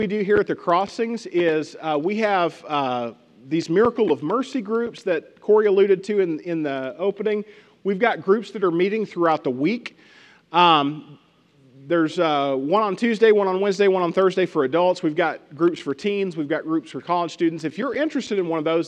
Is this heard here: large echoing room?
yes